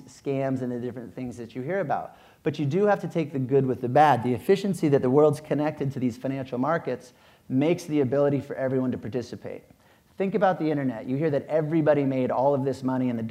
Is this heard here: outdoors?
no